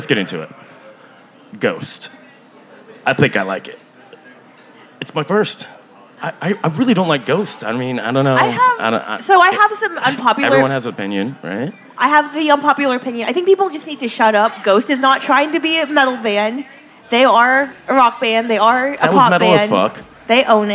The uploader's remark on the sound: We are going LIVE! Taking over the stage of The Lost Well in Austin, TX on Mondays. Recorded Live at The Lost Well in Austin, TX.